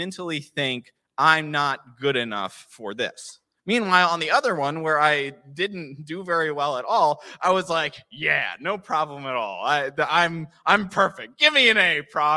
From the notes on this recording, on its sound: This JAT was recorded live on Sunday, January 1st, 2022 at Newark United Pentecostal Church.